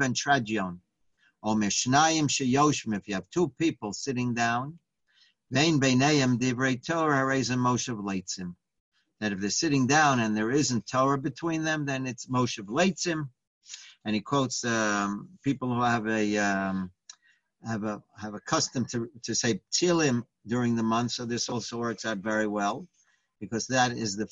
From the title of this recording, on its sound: Live On Zoom